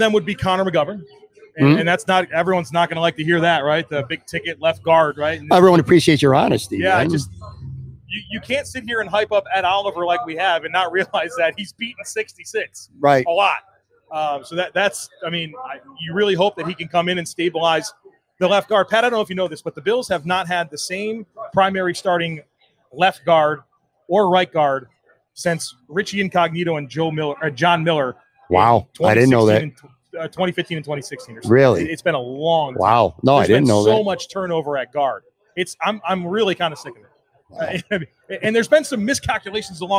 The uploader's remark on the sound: Another installment of the "Live from Imperial" series. Live from Imperial Pizza in South Buffalo (1035 Abbott Road).